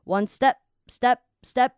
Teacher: 你会发现这个 p 又会变成不出声，就是那种像很急促的促音这样子